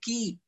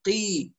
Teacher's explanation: احنا نريد قاف مكسورة مفخمة تفخيما نسبيا · Shown in: second take